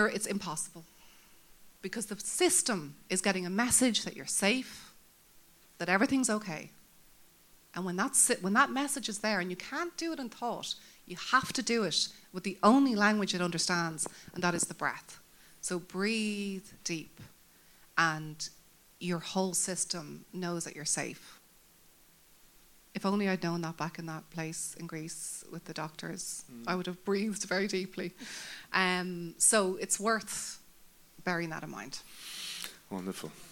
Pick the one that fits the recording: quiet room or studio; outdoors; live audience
live audience